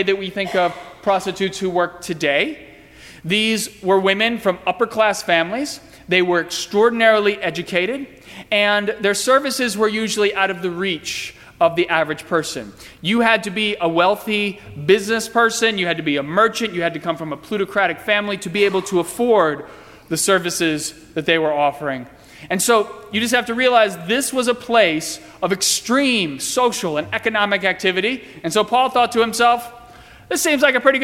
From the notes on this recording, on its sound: during the 8:30 AM service on Sunday October 8, 2017, at First Presbyterian Church of Arlington Heights, Illinois